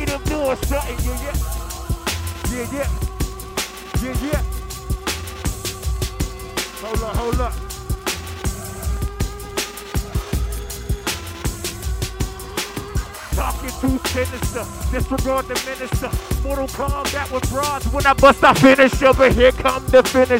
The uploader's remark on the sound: Live from Get Grimey 4/22/17